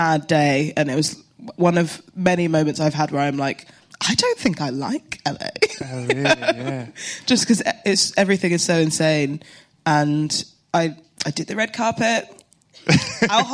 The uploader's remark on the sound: This whole meeting takes place LIVE within the plush confines of the South Bank’s BFI! This is the second live Films To Be Buried With so far.